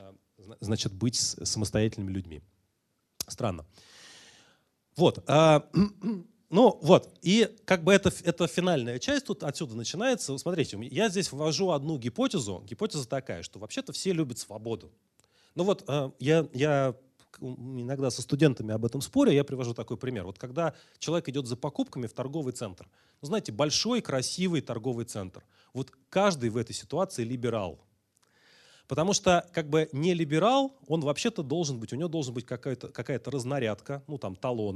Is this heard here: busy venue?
no